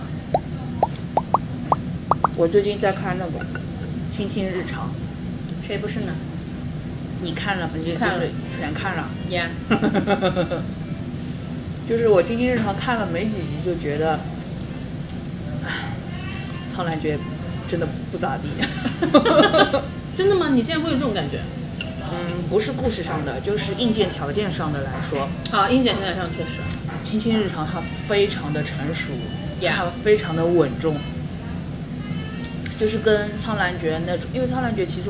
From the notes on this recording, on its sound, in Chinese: 本次录制花费：洋风炭火屋 398元，整2期！